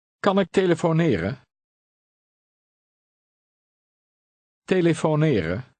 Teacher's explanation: Stress on the last word is regular, namely on the second to last syllable, the N-E. From here on, we'll read the E-N ending only without the final N.